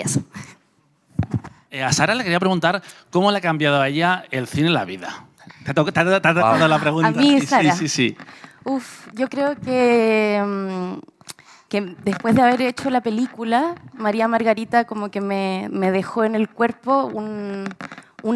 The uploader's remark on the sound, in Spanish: Pilla al equipo del programa en el ecuador de la Seminci de Valladolid. En una grabación en mitad del salón de mesas del restaurante 'Don Bacalao'.